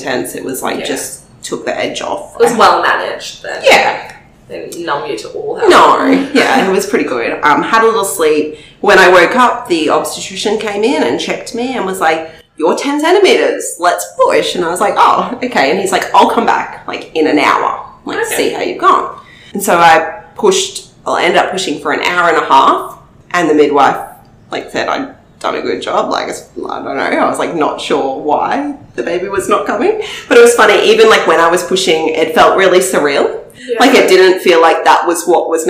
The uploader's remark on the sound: Apologies for the high-pitched laughing as we invested in a new mic!